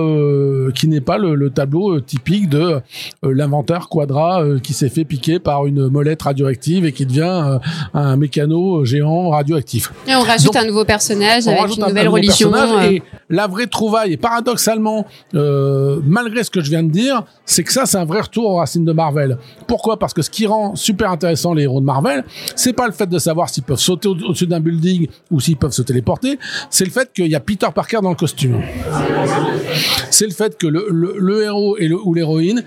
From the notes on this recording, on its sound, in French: Un épisode inédit que j'ai pu réaliser au cours d'une soirée presse pour le lancement de la collection Super-Héroïnes Marvel chez Panini Comics France !